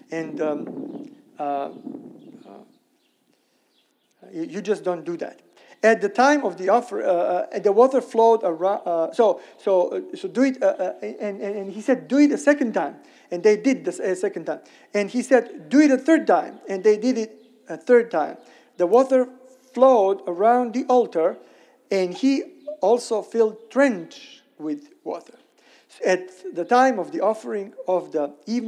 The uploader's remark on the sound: Sermon recorded at Middle East University church.